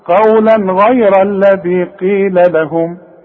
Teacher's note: الايه الحروف الغين دي من حروف الاظهار يبقى هنا ما غنش عندي تنوين وبعده غين والغين من حروف الاظهار ما غنش · Term: الإظهار